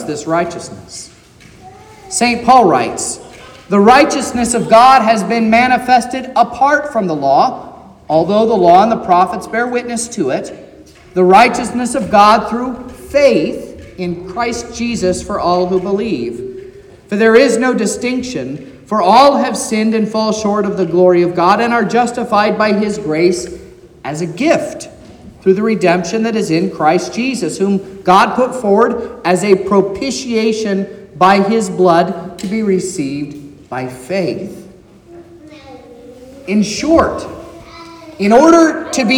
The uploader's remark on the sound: This is the sermon preached at Trinity Lutheran Church in Vallonia, Indiana, on Sunday, July 16th, 2023